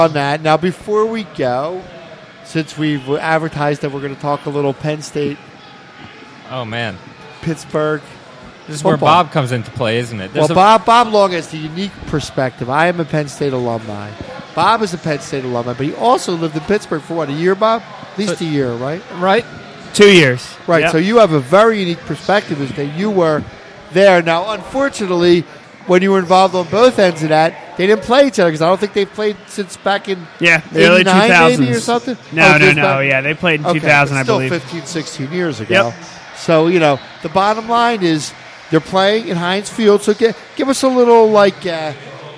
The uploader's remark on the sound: live at our home away from home, Villa Capri